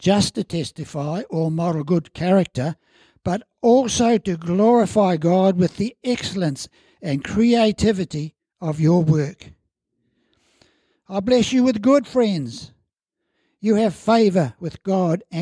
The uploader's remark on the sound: As part of our Family Service, celebrating all ages in our church. At Harvest Life Church in Blenheim, New Zealand.